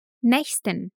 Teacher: Aqui nessa palavra usamos o mesmo CH do ich, o mesmo CH do ich, um CH fraco.